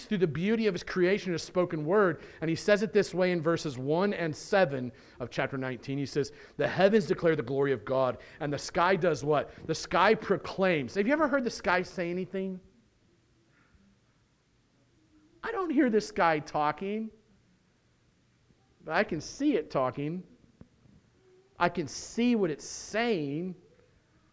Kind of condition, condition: setting, large echoing room